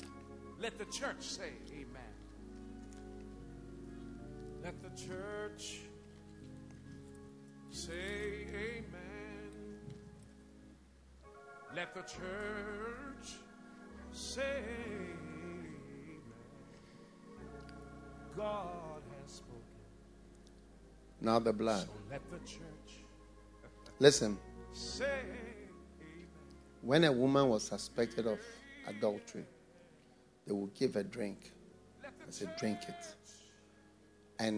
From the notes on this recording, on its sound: message preached at the FLOW Church